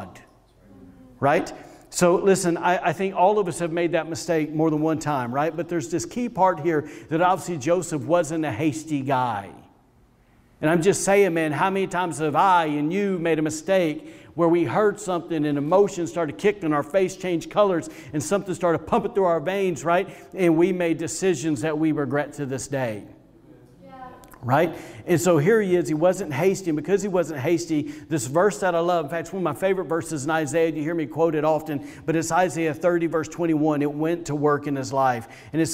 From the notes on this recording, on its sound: was recorded on Sunday, December 13, 2020, during service at The Anchor Church in Rockport, Maine.